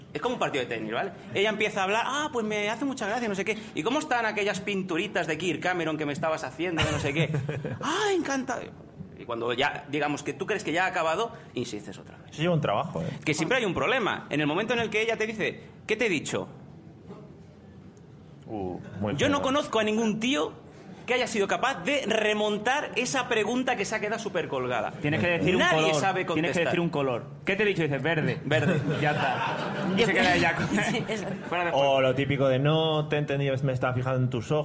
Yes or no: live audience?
yes